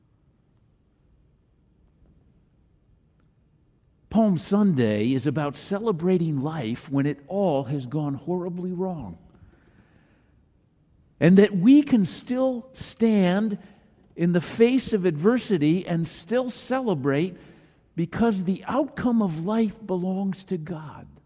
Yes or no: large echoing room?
yes